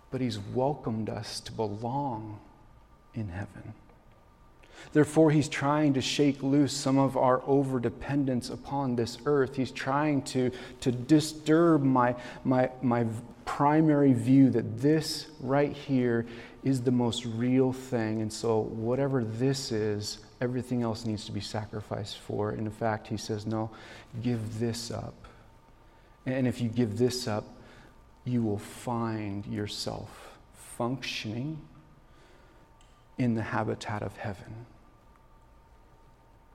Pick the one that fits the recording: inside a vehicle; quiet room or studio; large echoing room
large echoing room